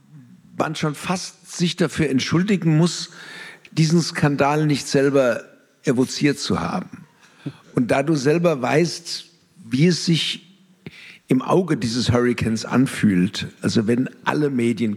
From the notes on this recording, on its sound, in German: Am Set: Herrschaft durch Lüge – Publikumsgespräch. Das Publikumsgespräch in der Musikbrauerei Berlin.